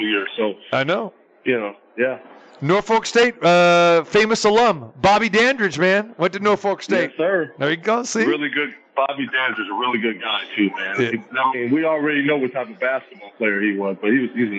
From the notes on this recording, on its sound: Live from the Superbook at the Westgate Hotel and Casino. It's Best Bets live from the Superbook at the Westgate.